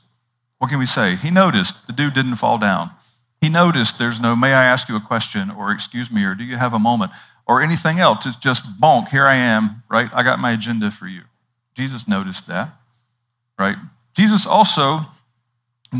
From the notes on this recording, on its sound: Indoors in the Kaiser Chapel on the beautiful and scenic campus of Gordon Conwell Theological Seminary 130 Essex St, South Hamilton, MA 01982.